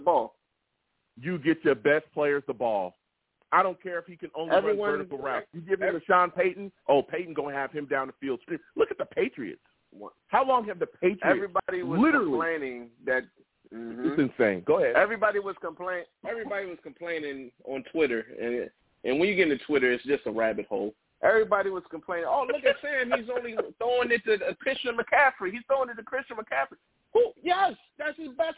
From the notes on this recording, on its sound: I also took live callers and they went wild!